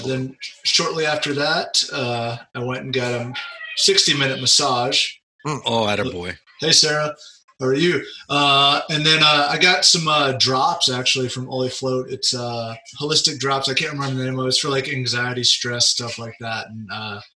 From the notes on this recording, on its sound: I dragged the zoom file into my software. It ran short by around 30 minutes. I used my MP3 convertor which removes the video and render the audio.